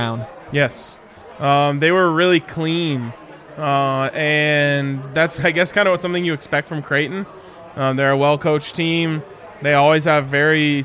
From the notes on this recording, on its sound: LIVE from the DNVR Bar